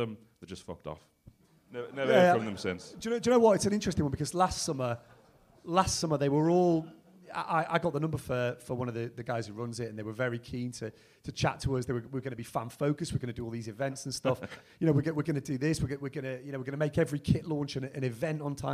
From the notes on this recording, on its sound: in front of a live audience.